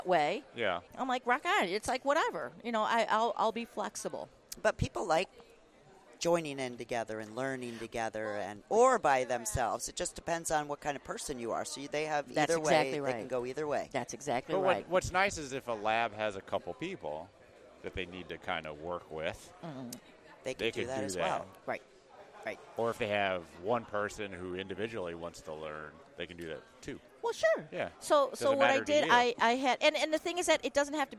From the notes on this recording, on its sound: We got to talk to so many amazing people while recording in the Ivolcar Ballroom. It was so good to be back at LMT Lab Day Chicago back in February! We got to talk to so many amazing people while recording in the Ivolcar Ballroom.